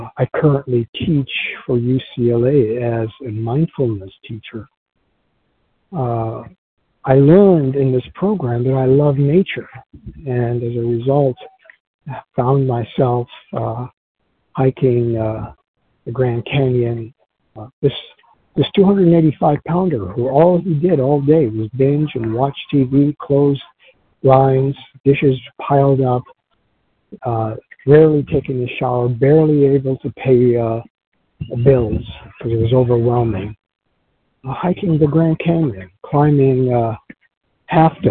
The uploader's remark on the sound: 100 Pounders Phone Meeting